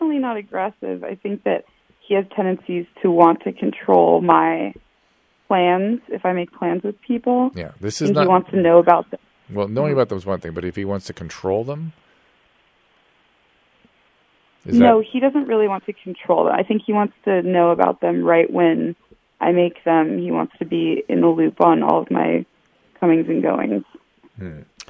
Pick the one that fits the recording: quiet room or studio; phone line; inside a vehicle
phone line